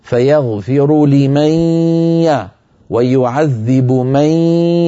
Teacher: ننطق غنة وياء في آن واحد بنفس القوة، لا يطغى أحدهما على الآخر